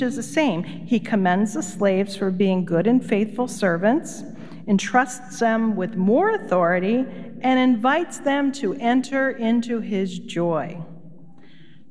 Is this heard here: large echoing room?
yes